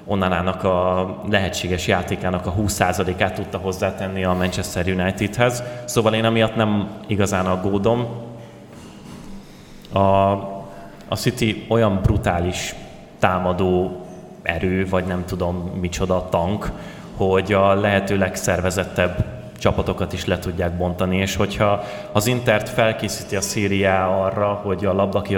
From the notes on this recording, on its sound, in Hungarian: A közönségtalálkozó felvételét próbáltuk minél gyorsabban közölni